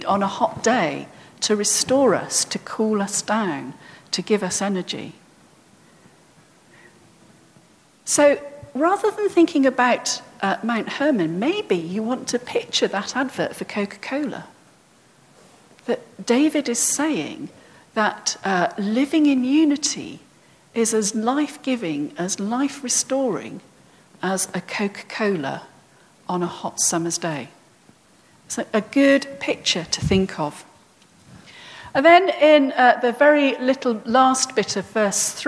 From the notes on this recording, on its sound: at All Saints' Church, Isleworth on 24th June 2018